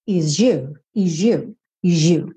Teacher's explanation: Se você reparar, você ouve esse sonzinho quase de J.